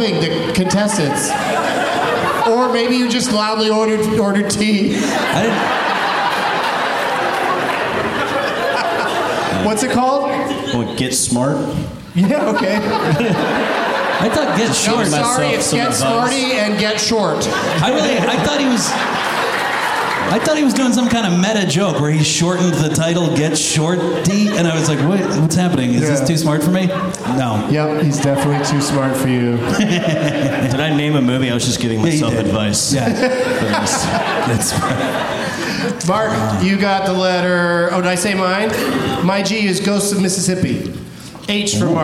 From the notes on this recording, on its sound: Live from the LOL Comedy Club in San Antonio